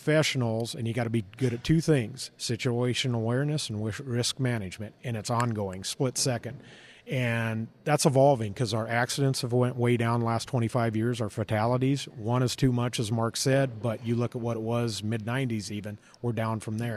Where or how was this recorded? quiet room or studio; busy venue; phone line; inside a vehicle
busy venue